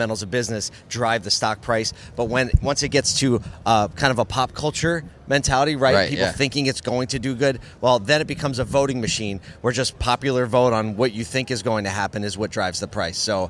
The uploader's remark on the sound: LIVE at Digital Dealer, Tampa. We are live at Digital Dealer Tampa.